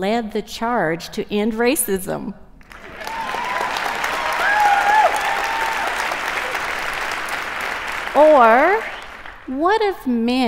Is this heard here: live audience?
yes